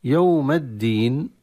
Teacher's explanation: اللام في كلمة الدين لاما شمسيا لأنه أدغمت في الدال، فأصبحت الشدة في الدال هي الشدة نتيجة إدغام وليس الأصل.